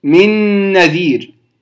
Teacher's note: طيب قد تأتي نون ساكنة في كلمة ثم تأتي بعدها نون متحركة فتدغم أيضا، مثل من نذير، من نذير، أدغمت النون الساكنة التي في حرف من في النون المتحركة في كلمة نذير، ثم أدغمناها فنطقناها نونا واحدة مشددة بغنة